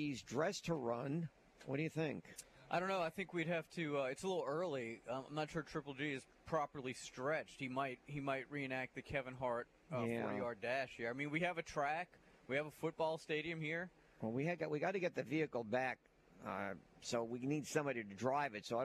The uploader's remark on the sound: LIVE from Baker High School on the first Friday of high school football season!